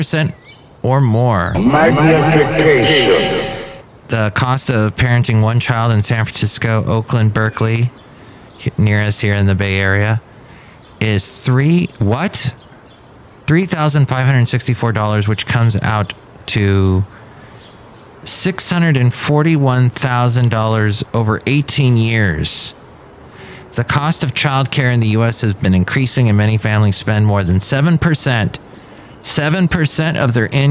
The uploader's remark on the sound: podcasts live from Café Anyway